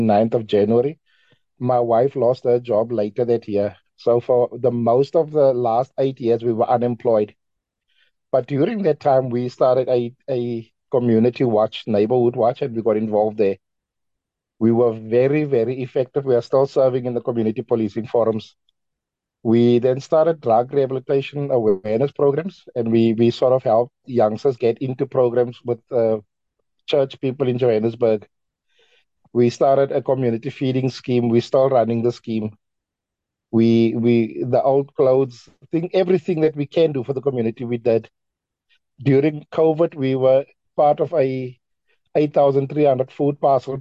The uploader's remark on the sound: The Transformation Table Zoom Meeting.